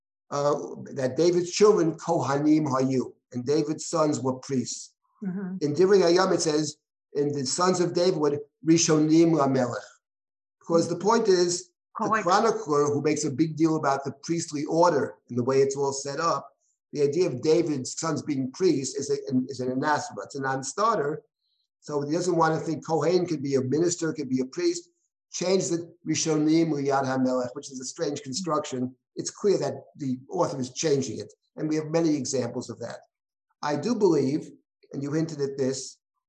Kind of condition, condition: link, video call